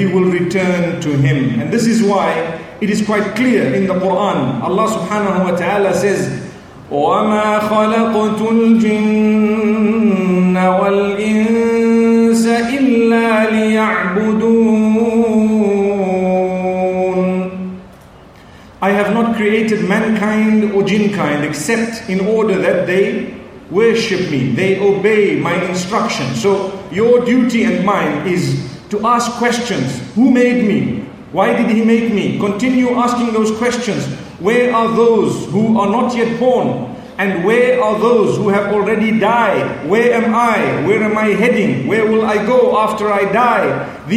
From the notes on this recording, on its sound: Connecting the Pearls Conference, Manila Philippines